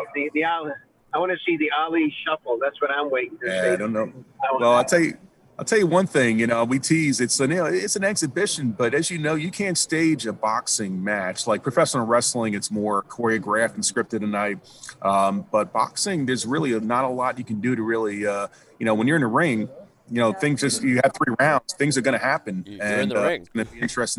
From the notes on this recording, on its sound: Radio Row in Tampa Bay. Live from Radio Row.